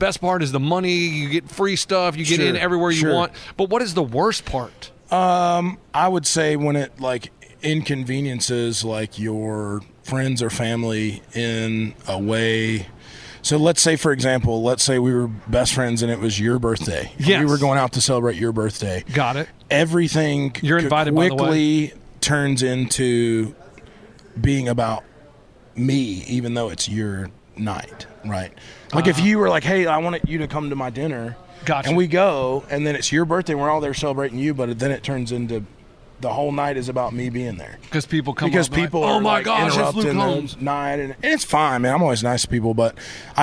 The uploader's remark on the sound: CMA Awards Backstage Interviews